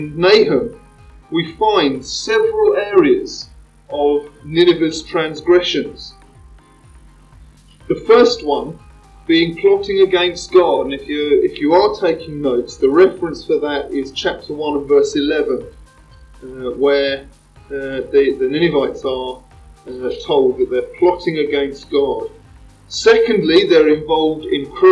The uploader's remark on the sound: Microphone ? What Microphone ? Apologies for the sound quality (Which I’ve tried to clean up as much as possible !).